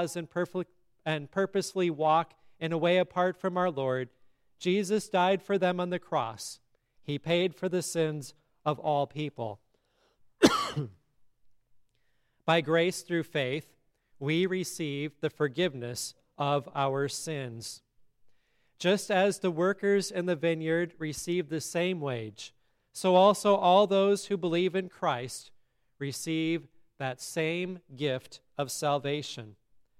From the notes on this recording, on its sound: sermon at Grace Lutheran Church, Lexington, MO